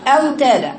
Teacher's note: صفات هذا الحرف اللي هو الواو الذي يخرج من الشفتين، به صفة الجهر، وبه صفة رخاوة، وبه صفة استفال، وبه صفة انفتاح، وبه لين، ولقبه الحروف الشفوية أو الشفهية. · Term: واو شفوية